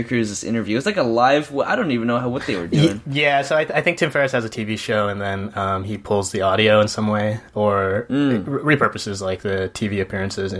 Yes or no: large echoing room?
no